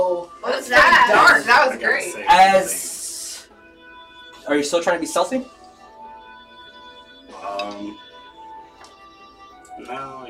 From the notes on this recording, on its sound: Sorry for the audio issues.